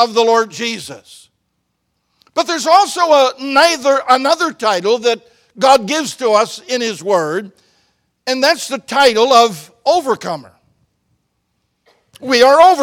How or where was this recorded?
large echoing room